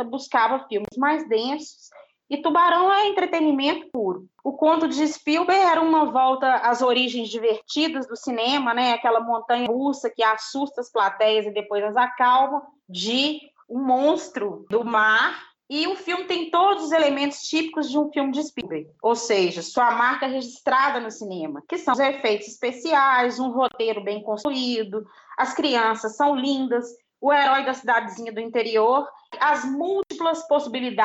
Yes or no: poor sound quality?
yes